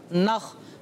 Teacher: حلق کے اوپر والے حصے سے · Term: خا کا مخرج